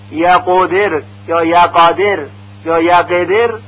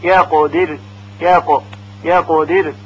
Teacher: یا در کلمه یقدر حرف قاف که ساکن هست حرکت ضمه یا کسره یا فتحه پیدا نکنه · Shown in: second take · یقدر یا یقادر یا یقدر، اینها همه غلط هست، بلکه باید با سکون ادا بشه یقدر یا قدر یا قدر.